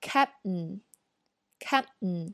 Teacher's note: 大家注意这个 P 和 T 都没有发出来